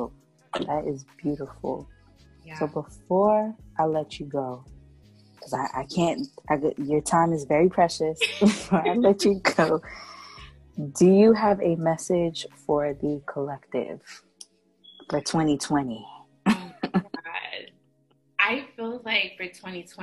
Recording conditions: video call